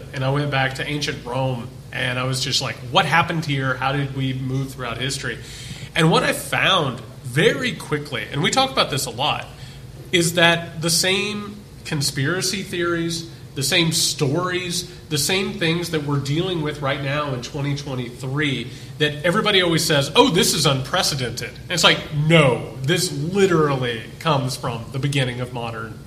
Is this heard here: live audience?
yes